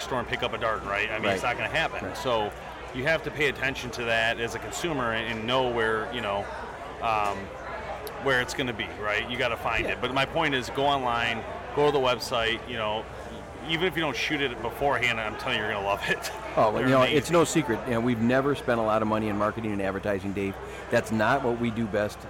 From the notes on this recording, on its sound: joins us LIVE from the Woods N Water Outdoor Weekend